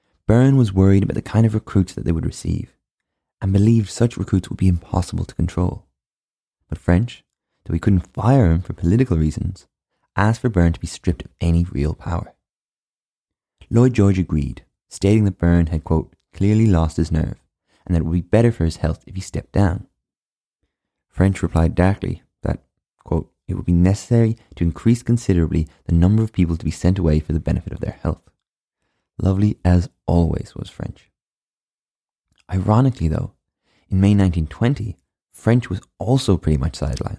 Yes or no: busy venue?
no